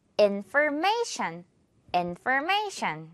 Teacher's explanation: 강세가 in에 하나 그리고 may에 하나 있거든요. may를 조금 더 강하게 한다고 생각하면 돼요. 그리고 마지막은 shan 발음으로 끝내주는 거죠.